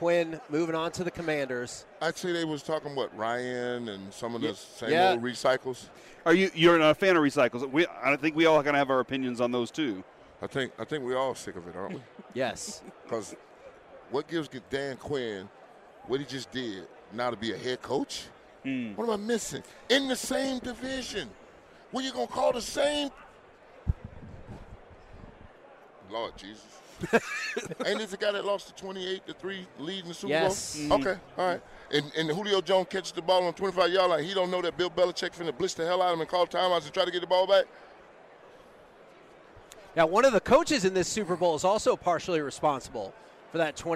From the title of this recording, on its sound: LIVE from Radio Row